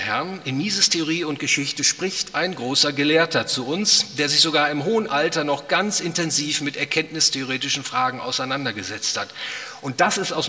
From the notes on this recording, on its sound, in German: aufgenommen auf dem Ludwig von Mises Seminar